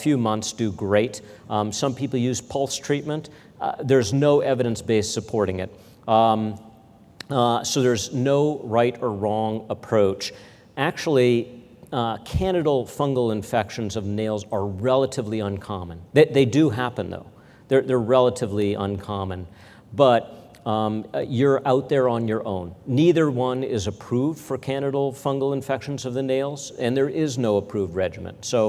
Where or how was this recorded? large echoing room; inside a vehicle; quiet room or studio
large echoing room